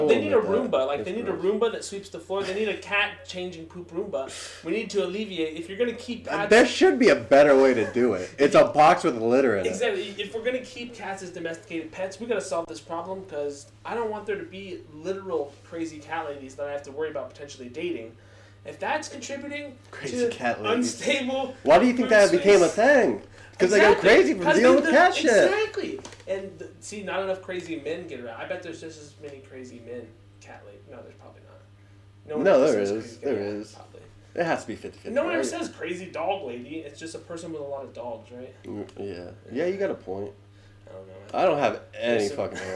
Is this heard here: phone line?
no